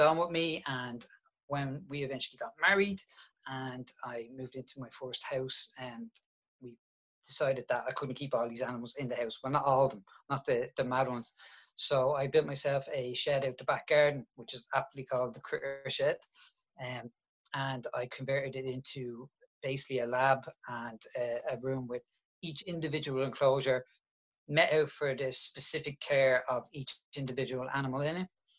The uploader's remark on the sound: Live from Zoom. Shared at our most recent live online storytelling event.